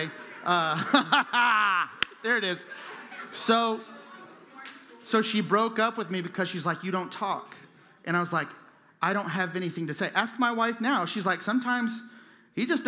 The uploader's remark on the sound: Houston's First Baptist Church - Sienna Campus (Missouri City, TX)